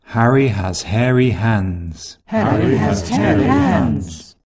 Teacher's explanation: It's a voiceless fricative in the throat. It isn't made in the mouth or on the lips. · IPA: /h/